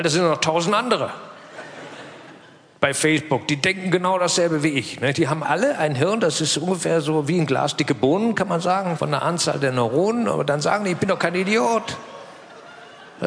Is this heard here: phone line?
no